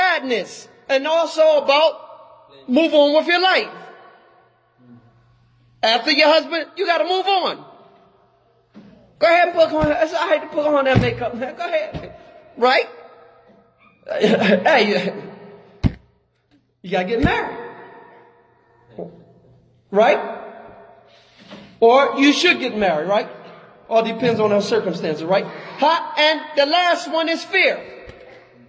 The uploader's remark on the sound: Lecture given at Masjid Nur Allah, Queens, NY